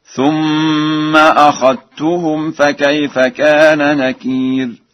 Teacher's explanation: قرأ ورش أخذتهم بالإدغام، أي بإدغام الذال في التاء